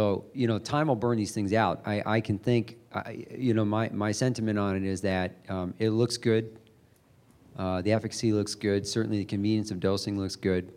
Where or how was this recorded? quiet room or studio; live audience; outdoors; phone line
live audience